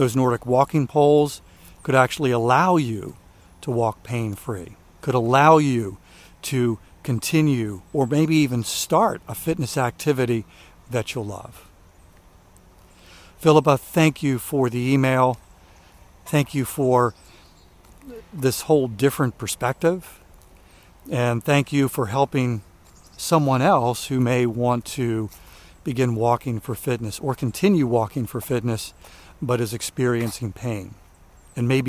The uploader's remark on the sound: during today's ten-minute walk